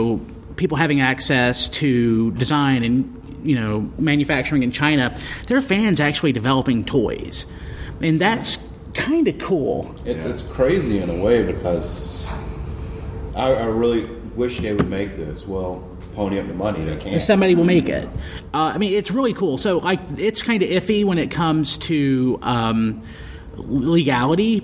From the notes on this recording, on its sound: The Transformers panel from Joelanta 2015.